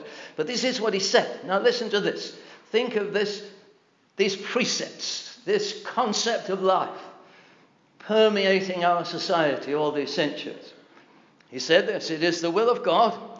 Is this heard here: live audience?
yes